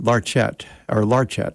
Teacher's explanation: He put the accent on the first syllable.